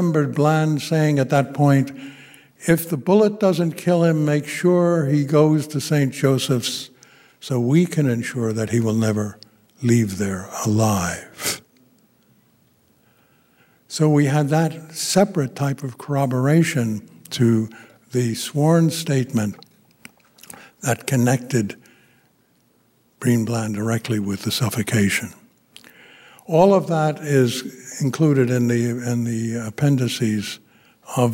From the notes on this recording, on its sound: gave the keynote address at the 13th Annual 9/11 Film Festival at the Grand Lake Theatre in Oakland, California on September 11th, 2017.